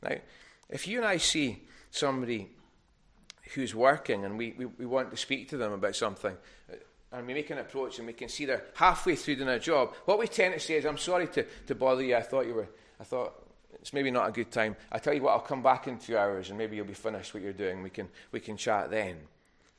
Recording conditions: large echoing room